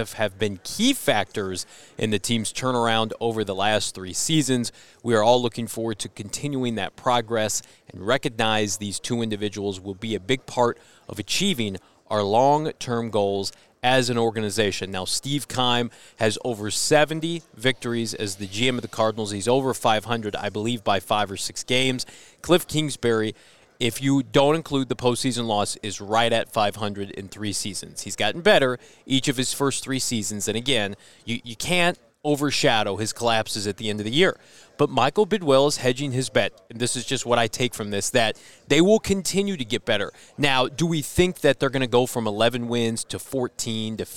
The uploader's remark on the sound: LIVE from the NFL Combine in Indianapolis